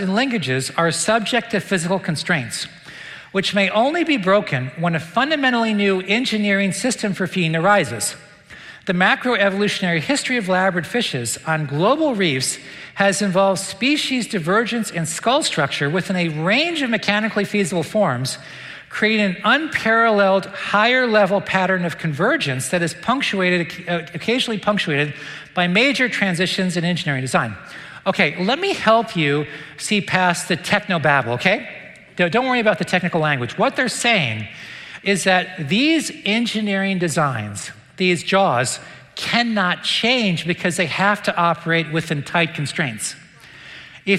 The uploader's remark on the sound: recent lecture at the Dallas Conference on Science and Faith